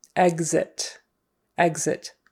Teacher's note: We usually say it with more of a GZ.